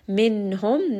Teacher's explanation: nun sakin here is going to be pronounced clearly. It has idhar. So we see that the next letter is one of the throat letters, which is ha.